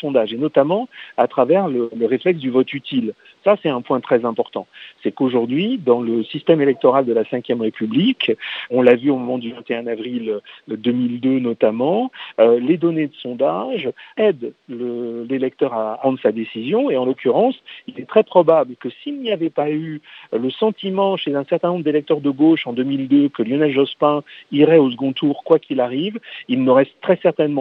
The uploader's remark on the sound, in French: Il est au téléphone.